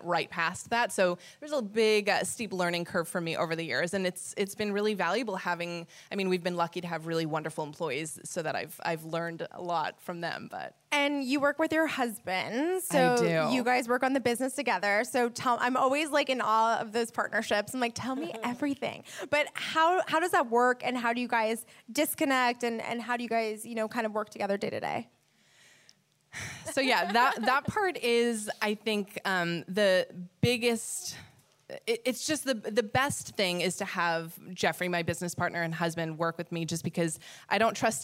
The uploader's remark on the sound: Live from the WorkParty Tour